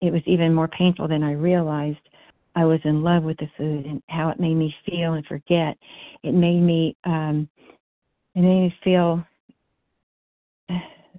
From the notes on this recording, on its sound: 100 Pounders Phone Meeting, 9/13/23